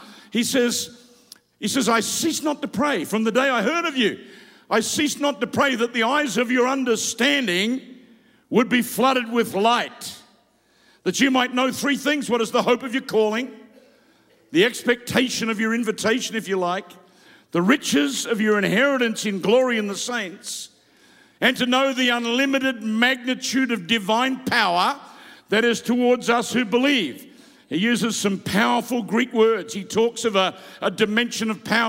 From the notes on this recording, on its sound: Preached live from South Africa.